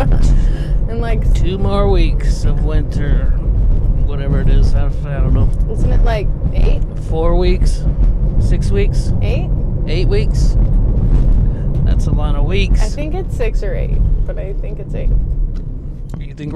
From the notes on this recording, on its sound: This episode was recorded last minute on the morning before it was scheduled to be released. We bring recording equipment with us as we drive around to get breakfast and run some errands. An experimental car ride edition of the show.